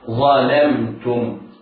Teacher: الظاء مفخمة واللام مرققة